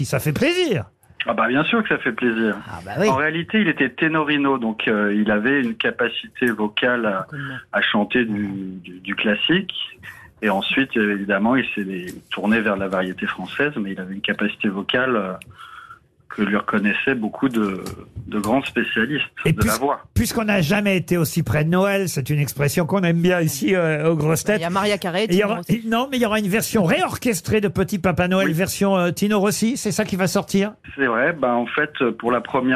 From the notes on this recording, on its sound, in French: les Grosses Têtes ont eu au téléphone son petit-fils